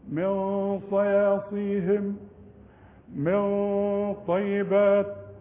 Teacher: الغنة هتفخم من اجل الطاء، يعني الغنة بتتبع الحرف اللي بعدها